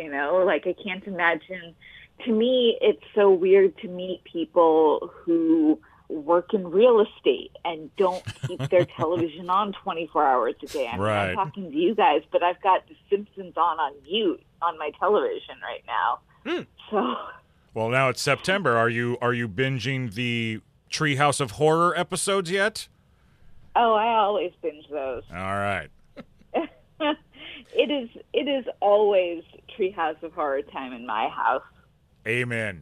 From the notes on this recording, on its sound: connecting with us via The 2GuysTalking Podcast Network Teleconference Suite